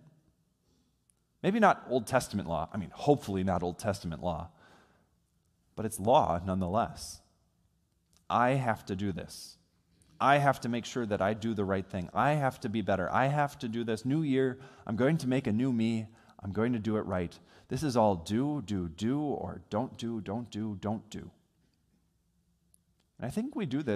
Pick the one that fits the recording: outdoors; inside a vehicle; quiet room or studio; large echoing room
large echoing room